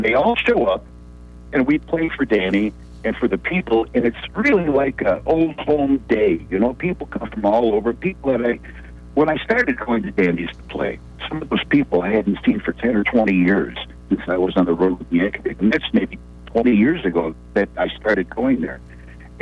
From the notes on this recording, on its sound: We had two members of the band call in to The … Show on Saturday, April 25th.